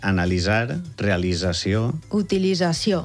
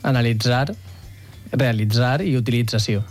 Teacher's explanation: La manera estàndard valenciana que es recomana, que és més natural i més fàcil, és com una S sonora. · Shown in: first take